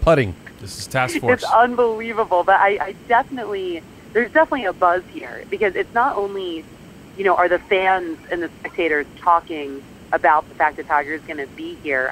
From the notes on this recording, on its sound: At the Ryder Cup. She has a crazy week ahead of her, but she's never too busy to call in to the Pirate Ship Podcast.